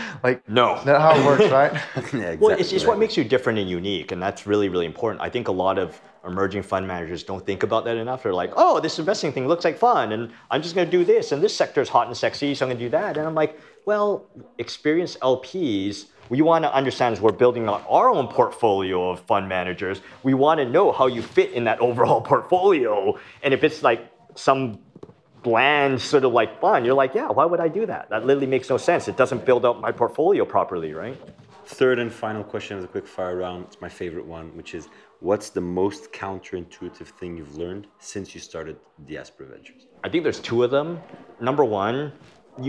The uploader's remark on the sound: we were lucky enough to record this episode with him during How To Web